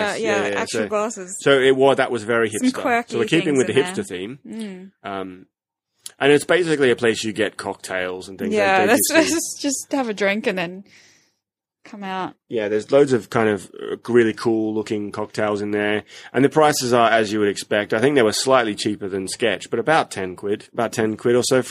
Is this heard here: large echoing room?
no